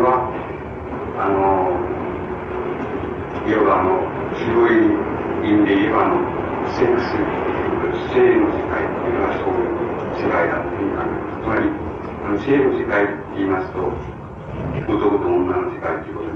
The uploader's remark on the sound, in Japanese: 主催：山王教育研究所 場所：山王会館（国電大森駅ビル4階）。山王教育研究所が主催する 「山王サイコセラピーセミナー」 の講演。周辺のノイズが入っており、 音質はあまりよくない。